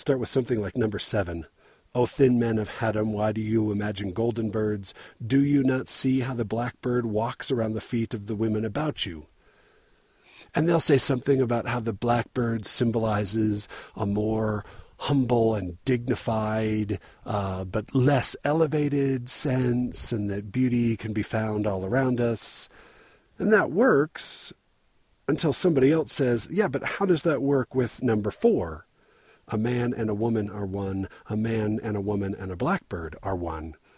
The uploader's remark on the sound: Recorded while I was unwilling to hike any further up the snowcovered and avalanche-prone Mount Timpanogos.